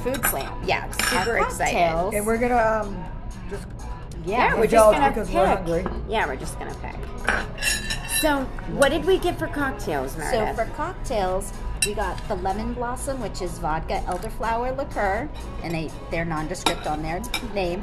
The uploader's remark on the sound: We're live on location at 110 Grill in Woburn